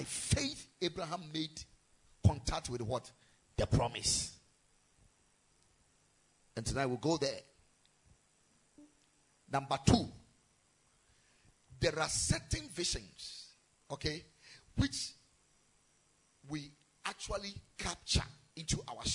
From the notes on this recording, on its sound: Preached at Ekklesia Chapel.